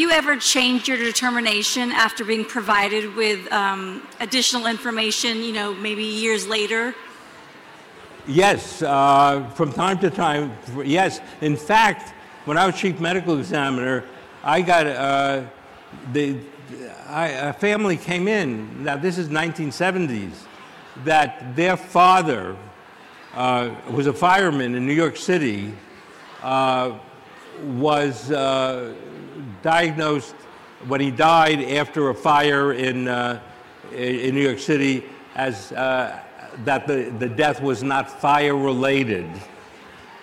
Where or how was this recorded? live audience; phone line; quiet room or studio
live audience